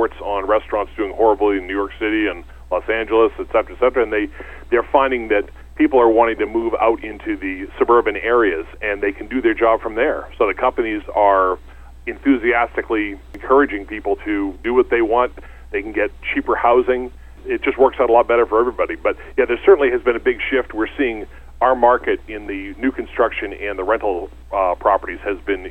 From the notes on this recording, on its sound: call in to SmallCapVoice